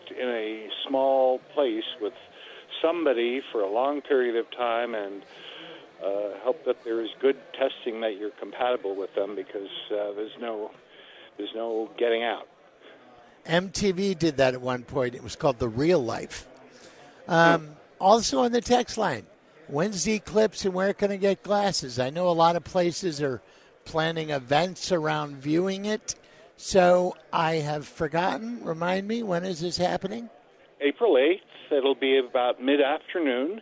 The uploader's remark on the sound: Live from Woodworking Show